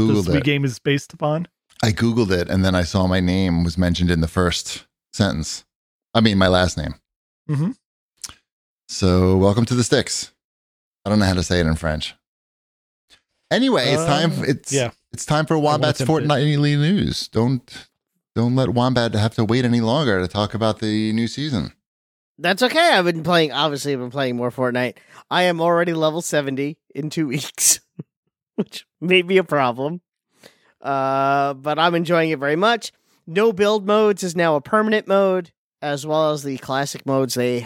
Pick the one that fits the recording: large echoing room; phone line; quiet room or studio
quiet room or studio